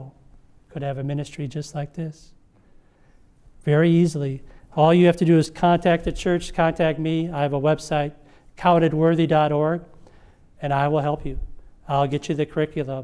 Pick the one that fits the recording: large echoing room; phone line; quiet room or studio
large echoing room